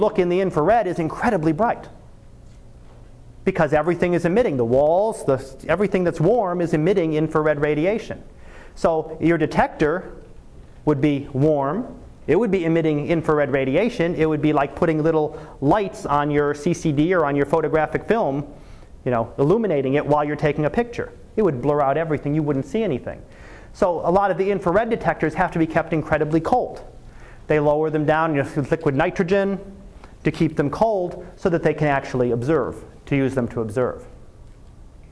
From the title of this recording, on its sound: Live Class Lecture